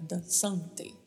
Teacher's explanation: E também atenção com a vogal A, que é sempre mais aberta